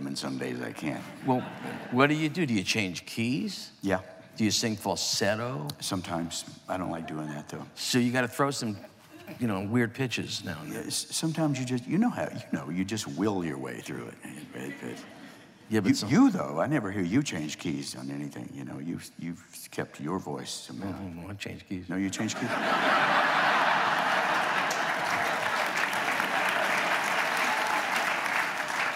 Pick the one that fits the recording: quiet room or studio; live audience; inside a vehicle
live audience